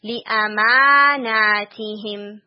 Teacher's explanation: یہ جو آیا تھی 32 اینڈ 33 اس میں لی اماناتہم لی اما لی ا شارٹ ہیں پھر دونوں لیٹرز آگے والے لانگ ہیں